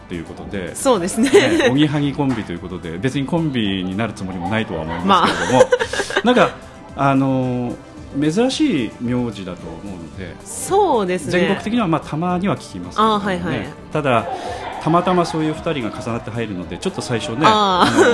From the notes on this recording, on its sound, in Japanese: 2018年12月、一昨年の忘年会で収録した音源です。